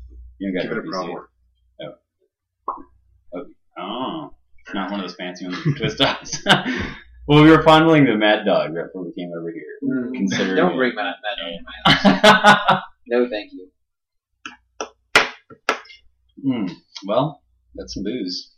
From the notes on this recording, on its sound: I messed up the hardware configuration before the recording and the resulting sound quality is atrocious.